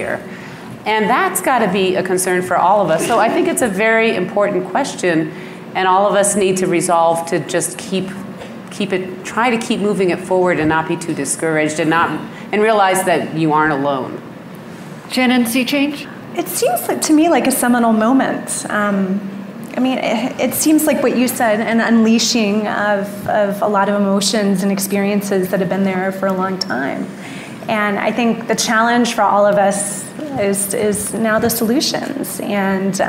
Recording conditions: busy venue